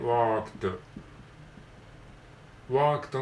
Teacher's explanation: worked の R 伸ばし棒のところに R が来てます